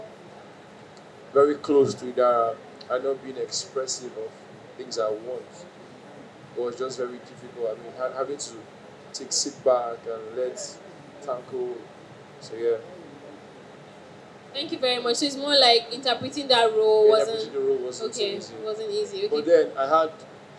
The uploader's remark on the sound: Panel Discussion from the Finding Idara World Premiere